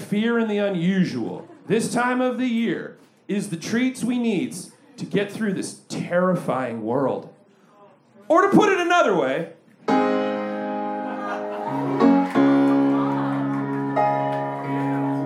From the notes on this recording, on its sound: Recorded LIVE at Chicago’s Historic Green Mill Lounge on October 28th 2023